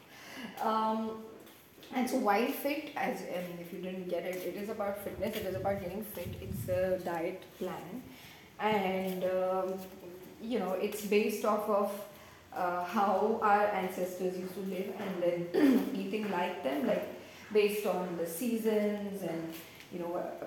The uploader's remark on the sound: Sorry about the audio on this one.